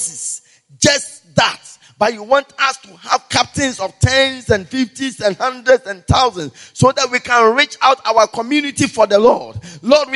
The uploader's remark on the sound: Preached At The Everlasting Father Cathedral